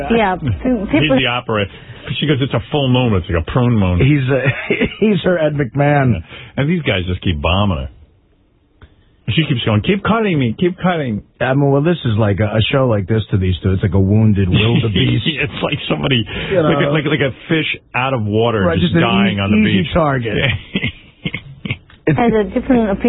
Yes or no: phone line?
yes